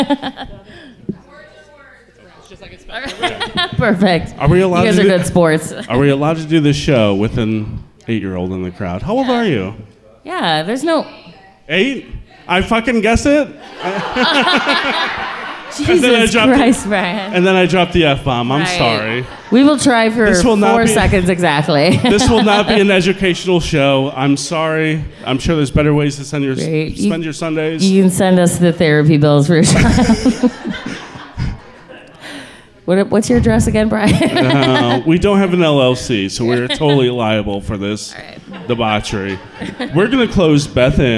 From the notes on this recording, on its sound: go live at Black Apple Crossing in Springdale, Arkansas